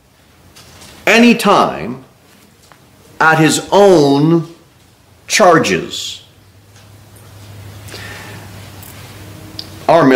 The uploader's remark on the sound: Sermon delivered at Pilgrim Baptist Church. A bible-believing, independent Baptist church.